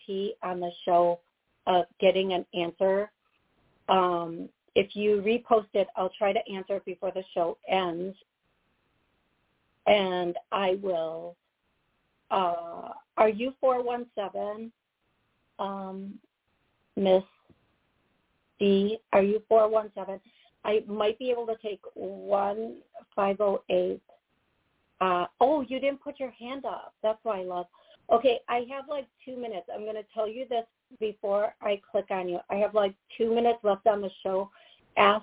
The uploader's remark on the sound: Live Call